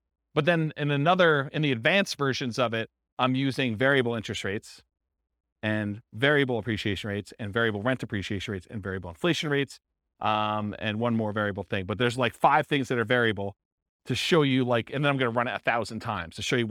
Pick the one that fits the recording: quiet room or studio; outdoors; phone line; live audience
live audience